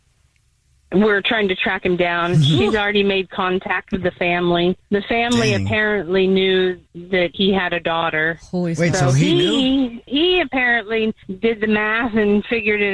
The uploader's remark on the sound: The woman on the phone